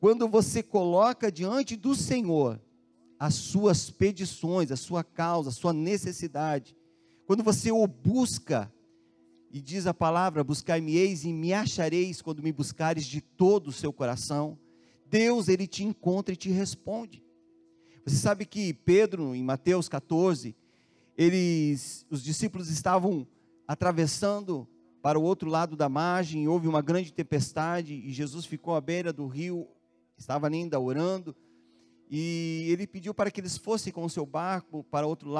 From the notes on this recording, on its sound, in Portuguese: Em nosso Culto de Noite de Glória. Na Igreja ABA Curitiba (Transmitido ao vivo).